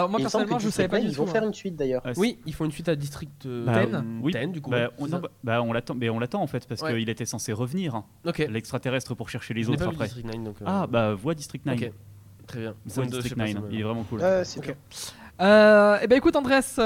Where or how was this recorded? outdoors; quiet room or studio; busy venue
busy venue